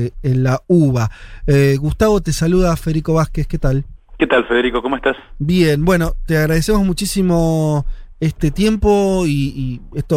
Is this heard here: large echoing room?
no